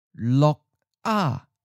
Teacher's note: sounds like a fourth tone, so it follows the normal tone change rules